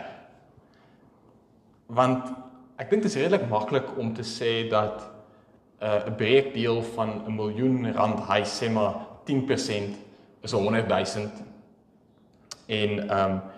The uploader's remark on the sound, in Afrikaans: Opname van die preek by Pinelands Gemeente op 26 November